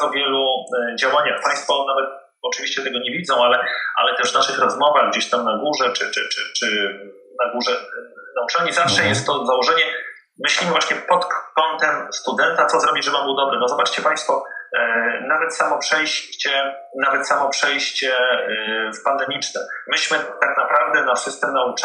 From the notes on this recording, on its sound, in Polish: Przepraszamy za ścieżkę dźwiękową, prosimy o wyrozumiałość ze względu na aktualną sytuację pandemiczną.